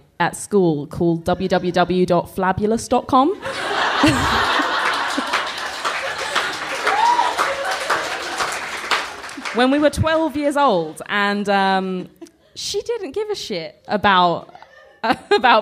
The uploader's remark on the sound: LIVE. A huge thanks to Phoenix Artist Club in London for letting me record my podcast and do my shows with them.